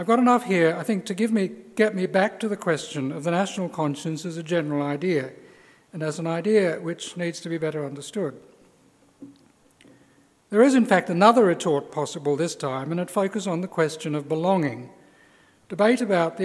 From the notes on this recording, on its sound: This major public lecture is the culmination of his Fellowship. At the University of Sydney as part of the Sydney Ideas Lectures series.